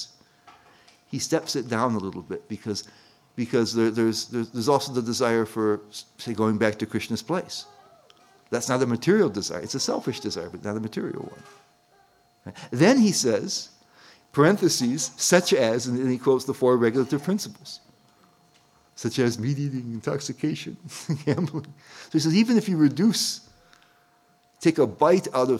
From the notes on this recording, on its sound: at the ISKCON of DC temple in Potomac, Maryland